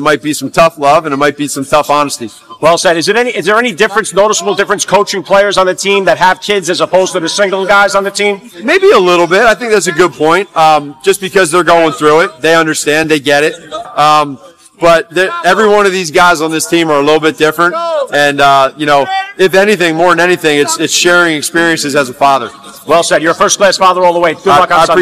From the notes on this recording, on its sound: First Class Fatherhood was live at Allegiant Stadium in Las Vegas, Nevada for Super Bowl 58 Media Day!